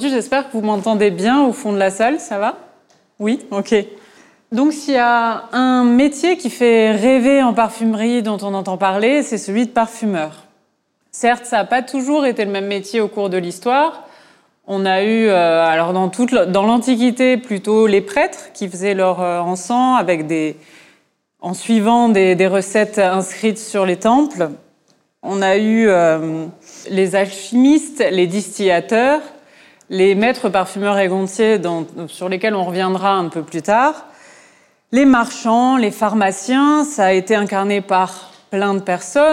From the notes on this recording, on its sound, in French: À l’occasion des Journées européennes du patrimoine, le lieu de création artistique POUSH, situé dans les bâtiments de l’ancienne parfumerie L.T. Piver à Aubervilliers, a accueilli la table ronde. Initiée par le Conseil Départemental de la Seine-Saint-Denis.